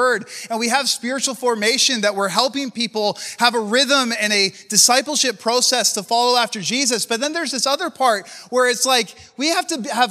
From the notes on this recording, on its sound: preached at a recent MFI Canada Conference